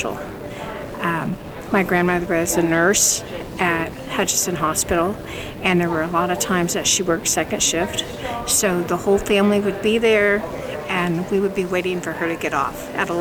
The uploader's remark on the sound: Since we were in an open and active coffee shop and bookstore, you’ll hear a lot of ambient noise. We’ve tried to account for that the best we can, but I also think it gives you a sense of what it was like as we were recording live. We never knew when someone would walk in the door, or when some other noise of normal life would emerge.